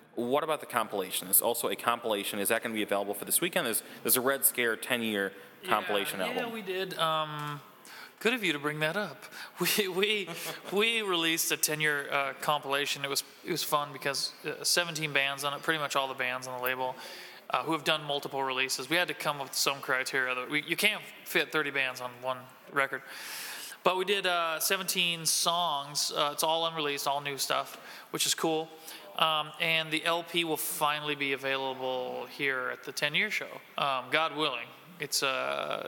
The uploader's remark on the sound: at Gingerman Tavern in Wrigleyville